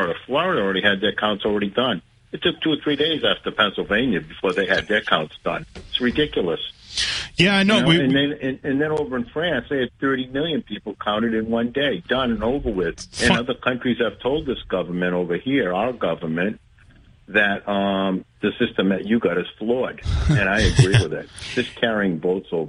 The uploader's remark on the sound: They get calls from the audience on their voting experiences in the SouthCoast.